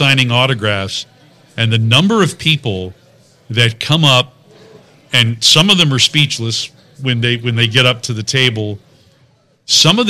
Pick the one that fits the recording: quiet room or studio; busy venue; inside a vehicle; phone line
busy venue